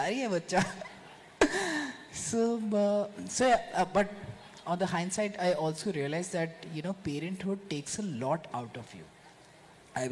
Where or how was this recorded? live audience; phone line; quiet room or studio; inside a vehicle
live audience